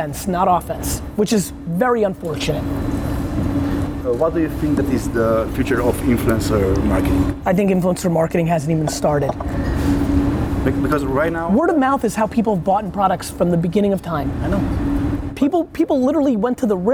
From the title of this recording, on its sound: An Interview During Brand Minds Asia 2017